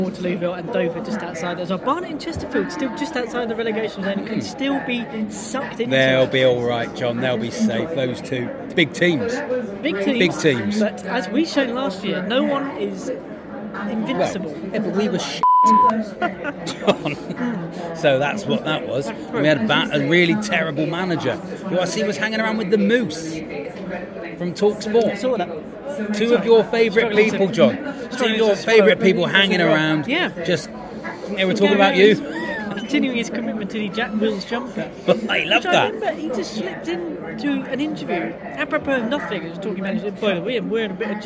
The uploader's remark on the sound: This week is live from the Cheltenham Races. Featuring live racing.